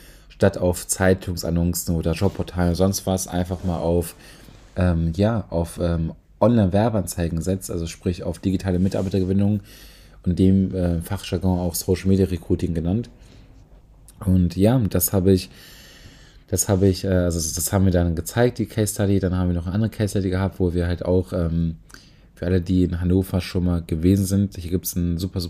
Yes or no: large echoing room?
no